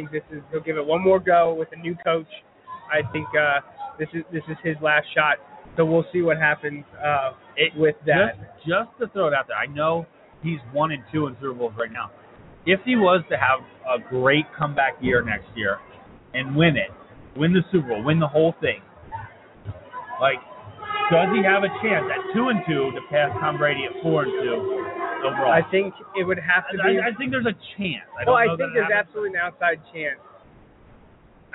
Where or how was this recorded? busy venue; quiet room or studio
busy venue